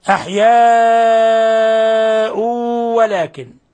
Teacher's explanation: تنوين ضم جاء بعده حرف الواو، الحكم التجويدي إضغام بغنة